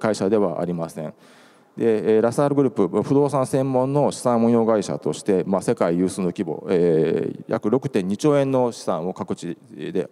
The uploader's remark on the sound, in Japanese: 1月28日に東京証券取引所で開催した「J-REITファン2017」に登壇した「ラサールロジポート投資法人」のIRセミナーをダイジェスト版でお送りします。